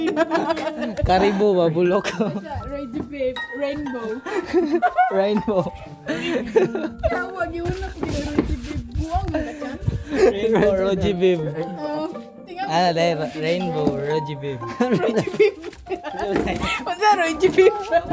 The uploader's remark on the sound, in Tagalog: Chika-chika sa rooftop. We have our little chismiz sa rooftop nila. In the middle of the night.